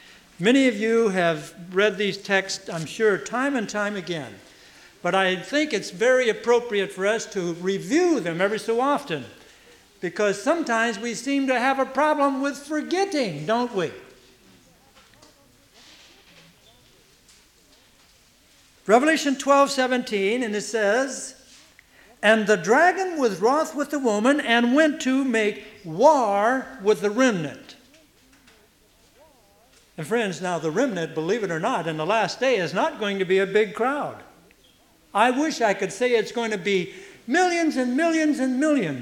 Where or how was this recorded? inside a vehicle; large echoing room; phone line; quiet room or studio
large echoing room